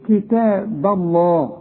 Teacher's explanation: ارقق البه وفخم لفظ الجلالة